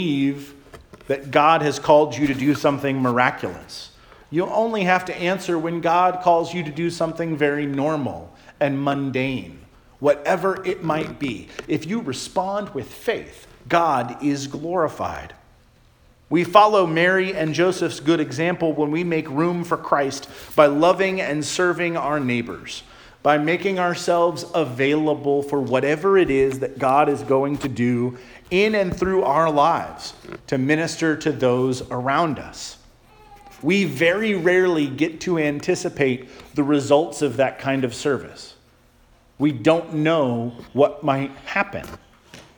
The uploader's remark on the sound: Charles Anglican Cathedral, Bremerton, WA.